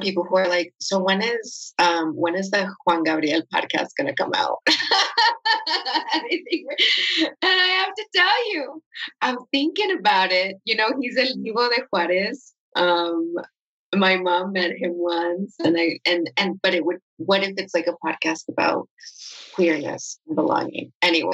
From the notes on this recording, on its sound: This episode was recorded live during a virtual event with WBUR Cityspace.